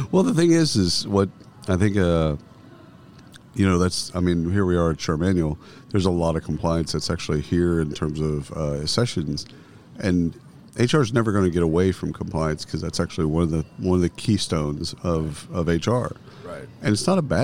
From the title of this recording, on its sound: Live from SHRM 2022